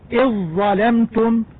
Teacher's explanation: ويجب إدغام الذال في الظاء